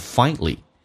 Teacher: Finally, 这个单词在美式发音当中跟英式不一样，英式发音叫 finally，美式发音叫 finally。因为当一个 a 碰到一个 l 的时候，在美式发音要被吸收，就是 a 不发音，所以它变成 finally